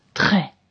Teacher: It's a R which comes from the back of my throat.